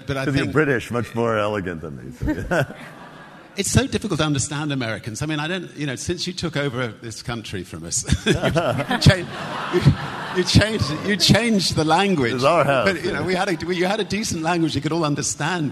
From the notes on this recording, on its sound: In this special episode, we broadcast an interview that took place in October at the 2016 Forbes 30 Under 30 summit. Answer questions from the audience.